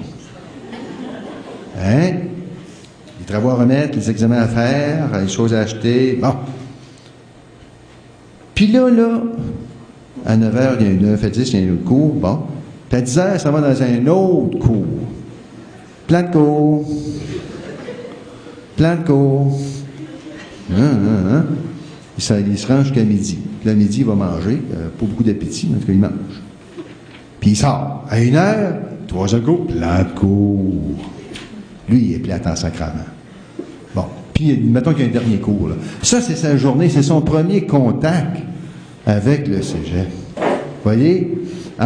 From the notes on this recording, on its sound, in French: Au cours de cette conférence.